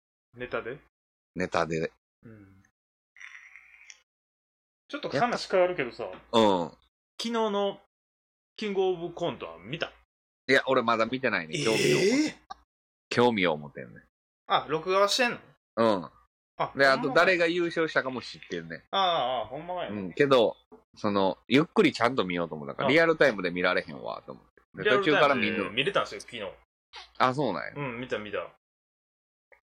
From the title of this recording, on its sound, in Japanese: リモート収録